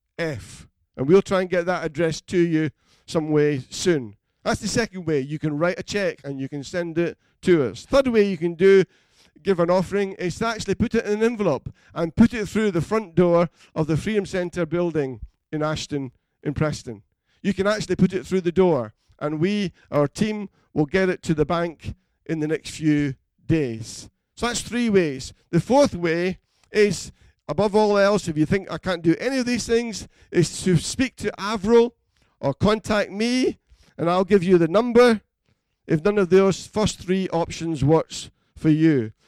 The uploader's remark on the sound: Recorded at freedomcentre church, Preston on Sunday 22nd March 2020.